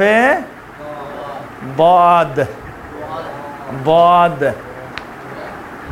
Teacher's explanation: اس کا مخرج زبان کے دائیں یا بائیں طرف والا کنارہ اور اسی طرف کے اوپر والی داڑھے ہیں · Term: حرف ضاد